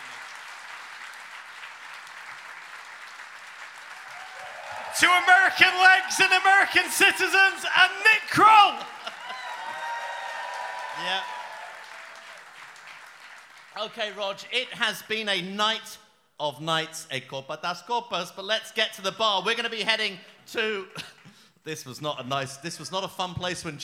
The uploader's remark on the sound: Live in Brooklyn. Live from the Music Hall of Williamsburg in Brooklyn.